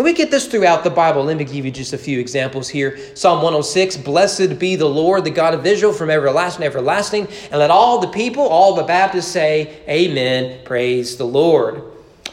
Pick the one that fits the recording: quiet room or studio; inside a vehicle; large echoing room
large echoing room